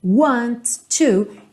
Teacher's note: Eu junto esses dois T's num só.